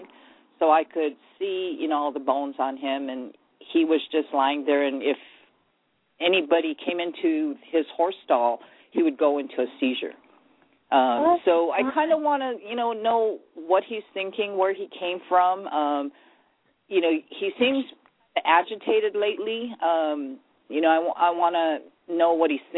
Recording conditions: phone line